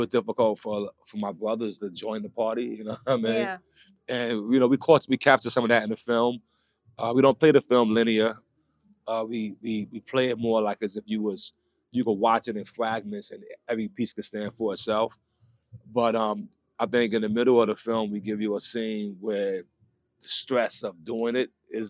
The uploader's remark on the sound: captures a behind the scenes conversation at the film’s premiere at Urban World Film Festival